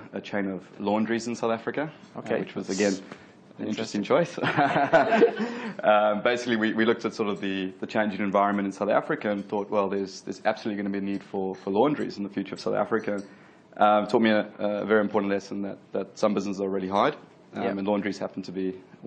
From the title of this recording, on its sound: Recorded at Innovation Bay Sydney breakfast event - 18 May 2016